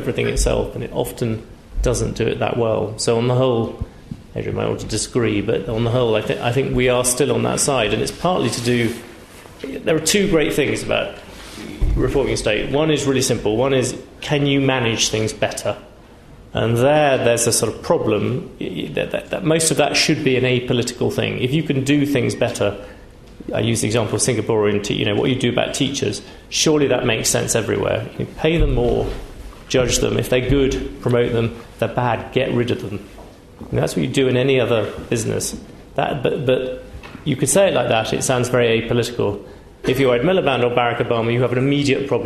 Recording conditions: large echoing room